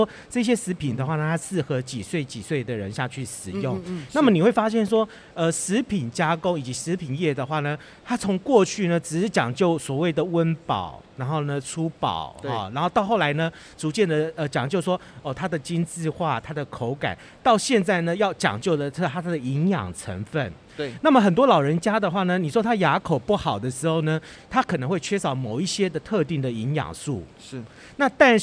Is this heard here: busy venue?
yes